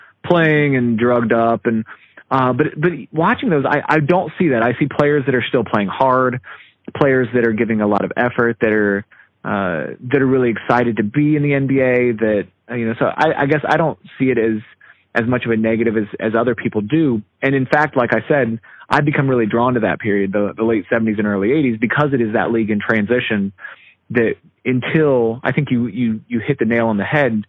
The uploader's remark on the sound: Phone interview. This was recorded off of a phone conversation.